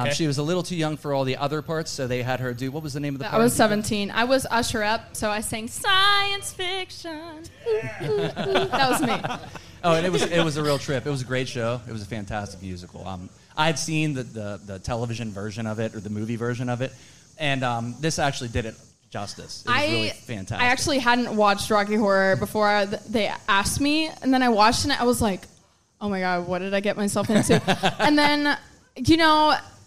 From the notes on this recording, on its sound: Live from the Love Local Courtyard Concert Series. Our 3rd installment of the micro-casts from the Love Local Courtyard Concert Series!